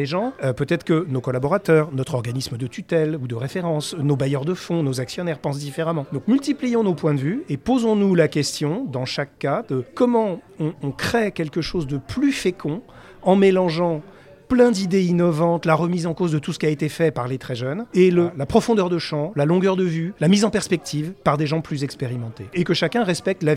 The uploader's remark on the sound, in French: Restaurant BON à Paris dans le 16ème arrondissement de nous avoir accueilli pour cet enregistrement. Nous remercions le restaurant BON à Paris dans le 16ème arrondissement de nous avoir accueilli pour cet enregistrement.